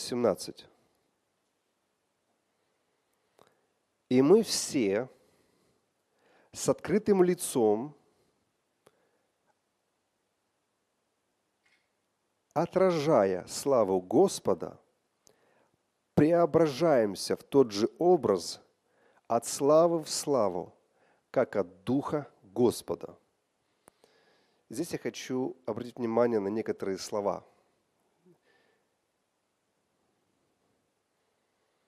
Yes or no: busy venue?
no